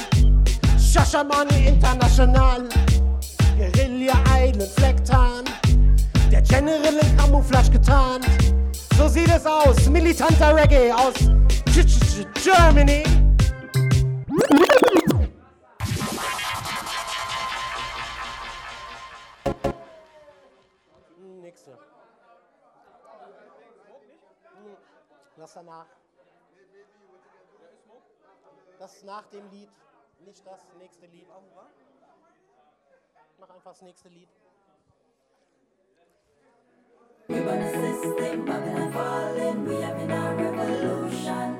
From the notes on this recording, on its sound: this is the Audio of the Dance